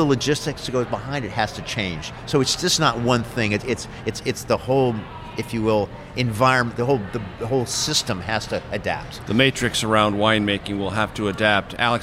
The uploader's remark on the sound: We're at Brasserie Beck in downtown Washington, DC.